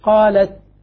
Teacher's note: جريان النفس هذا اللي هو الهمس أعطاني وضوحا للتاء